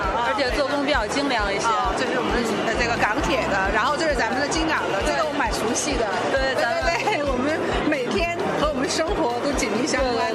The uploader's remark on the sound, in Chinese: 2017北京轨道展的亮点之一“城轨交通资源经营文化创意展区”的现场采访。